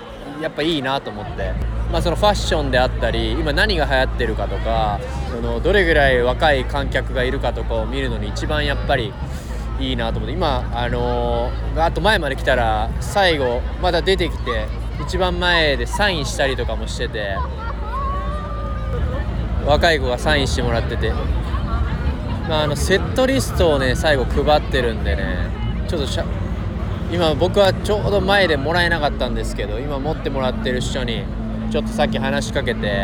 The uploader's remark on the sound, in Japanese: ノルウェーの首都オスローで8/9〜8/12の4日間にかけて行われたØyafestivalen（オイヤ・フェスティバル）での現地レポートをお届け。会場のステージを歩きながら紹介。